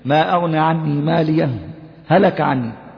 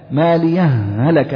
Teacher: عندما تقول الإظهار ينبغي عليك أن تسكت سكتة لطيفة بين الهاء الأولى والهاء الثانية · Shown in: first take · ما أغنى عني ماليا، هلك عني، هنا أنا سكت ولذلك أظهرتها.